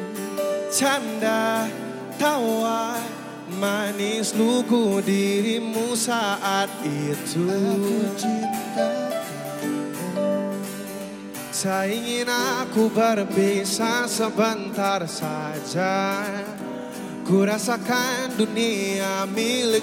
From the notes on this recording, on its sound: Live Recording Daihatsu Urban Fest 2019 Bandung, 13 Oktober 2019